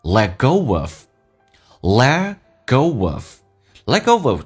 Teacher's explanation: Let 的 T 不发音，这叫略音。